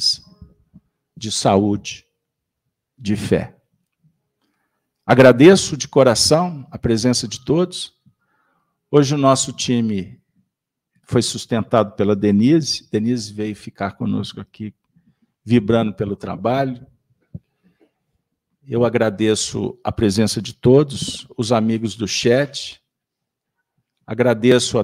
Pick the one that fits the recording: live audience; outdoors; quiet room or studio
live audience